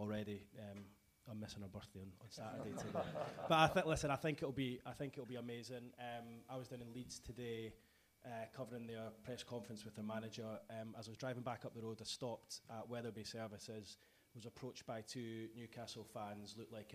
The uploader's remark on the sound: in front of a live audience.